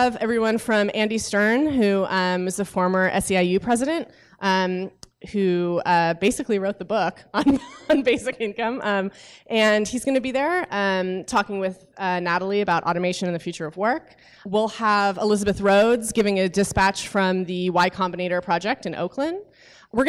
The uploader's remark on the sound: a live Q&A at an event in San Francisco